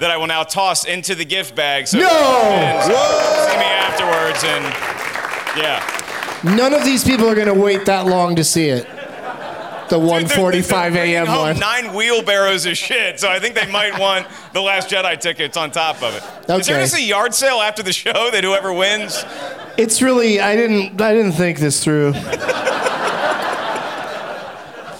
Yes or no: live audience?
yes